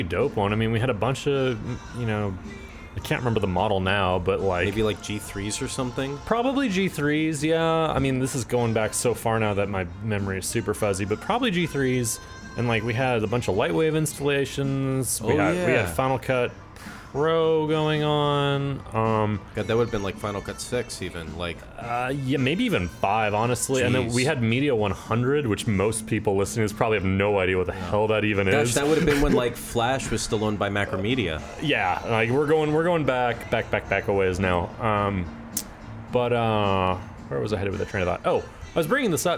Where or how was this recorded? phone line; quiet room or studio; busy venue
busy venue